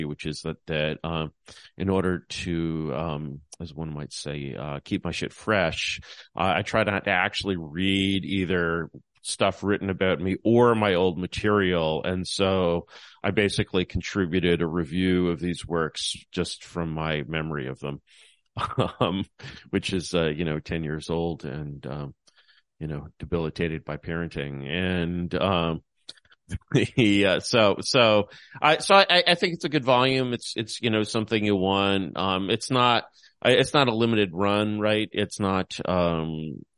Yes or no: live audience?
no